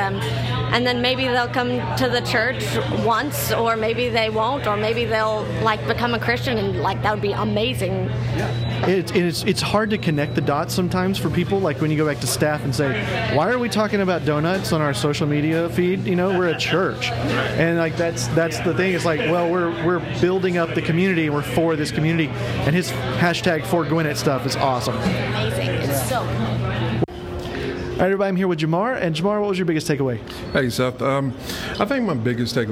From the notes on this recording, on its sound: Live-ish! from That Church Conference! Yep, it's That Church Conference in Atlanta and I thought I'd capture audio clips of people's biggest takeaways from the sessions.